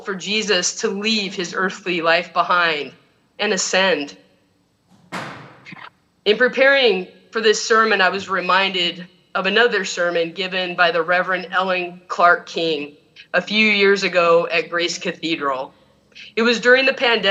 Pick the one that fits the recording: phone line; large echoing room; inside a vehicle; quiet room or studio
large echoing room